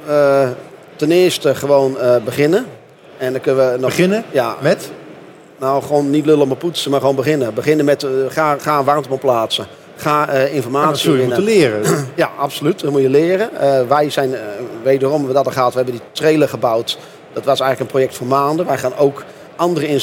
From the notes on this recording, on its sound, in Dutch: opgenomen op de VSK